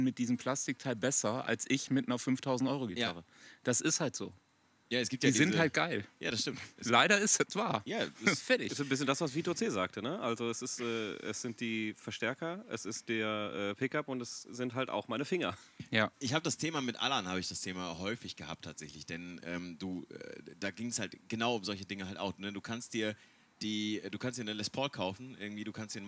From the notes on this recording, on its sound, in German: Wir sitzen wieder im Garten am Grill (sorry, für die Nebengeräusche)